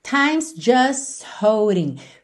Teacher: Percebe como a gente nem passa pelo T de just